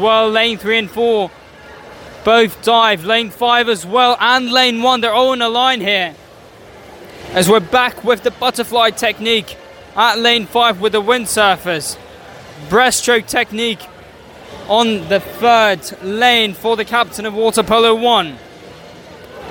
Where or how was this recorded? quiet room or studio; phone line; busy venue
busy venue